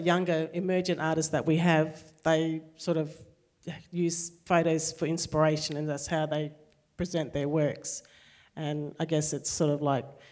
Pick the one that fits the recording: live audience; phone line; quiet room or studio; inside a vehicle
live audience